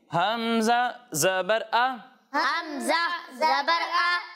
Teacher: جب ہم عین کی ادائیگی کریں گے تو اسے حلق کے درمیانے حصے سے پڑھیں گے اور جب ہم حمزہ کی ادائیگی کریں گے تو اسے حلق کے نچلے حصے سے پڑھیں گے